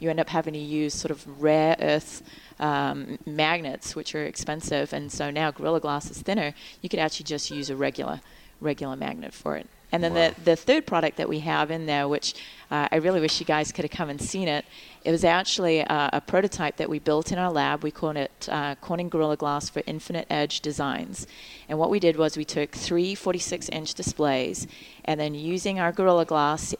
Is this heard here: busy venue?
yes